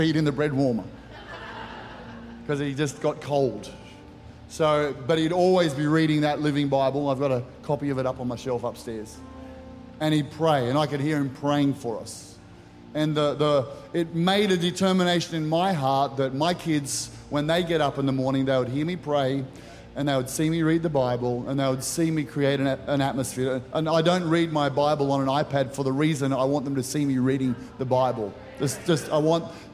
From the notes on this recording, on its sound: Recorded during our 9am service on Sunday, the 3rd of September 2023.